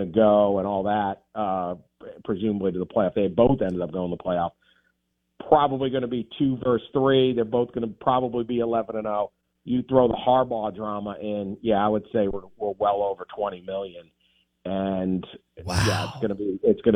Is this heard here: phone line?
yes